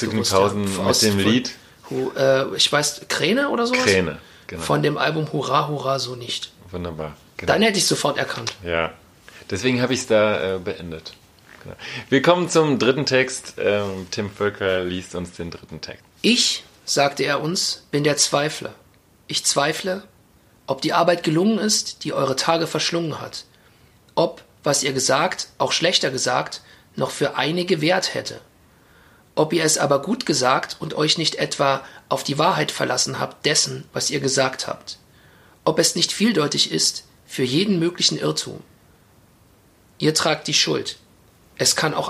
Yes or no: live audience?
no